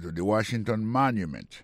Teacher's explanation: le mot Washington, l'accent tombé sur le premier syllabe là. Pour le mot monument, il tombe sur le premier syllabe là.